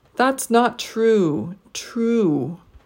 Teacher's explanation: The last word will get a pitch jump, but we'll also need a pitch drop. So we're going to stretch out the last word a bit and it's going to go up and then down.